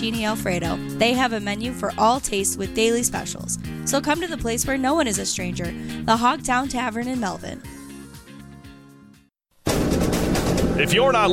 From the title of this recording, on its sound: Live From Marysville Football Camp!